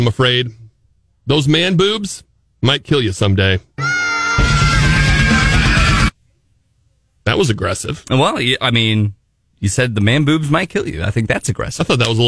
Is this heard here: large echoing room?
no